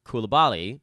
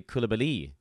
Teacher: the accent actually is on the last syllable · Shown in: second take